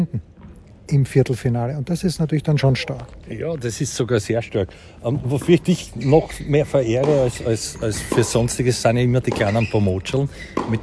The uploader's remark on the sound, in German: Live vom Trainingscourt in der Wiener Stadthalle